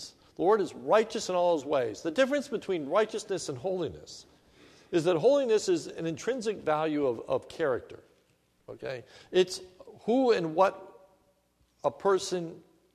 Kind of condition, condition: setting, large echoing room